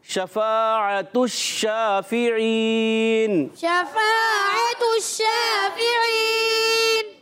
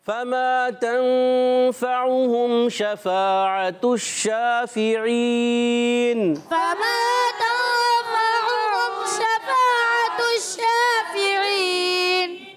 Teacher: شین پر کھڑا زبر بھی ہے، شین مشدد ہے، ذرا رکیں گے بھی، رک کر پڑھیں گے، اور شین میں منہ میں آواز پھیل جاتی ہے، اس کی صفت کا نام ہے تفشی